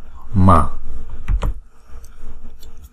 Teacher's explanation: Chữ b chúng ta đọc, đây là chữ b là phần số 5, là chúng ta đọc bằng phần môi. Do đó anuswara chúng ta phải phát âm là m